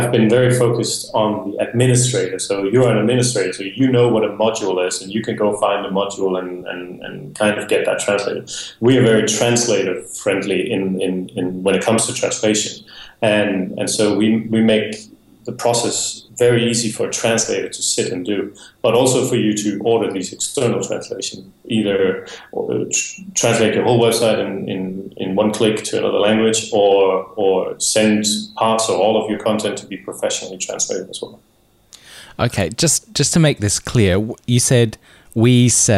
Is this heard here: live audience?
no